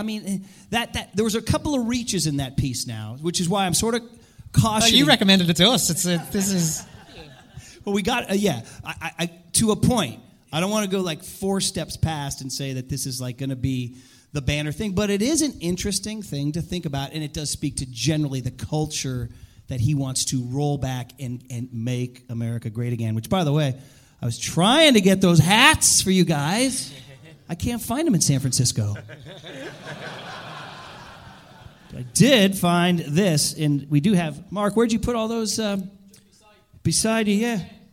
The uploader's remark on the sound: SECOND CAPTAINS LIVE FROM LIBERTY HALL THEATRE. Welcome to a very special recording of the show from the historic Liberty Hall Theatre.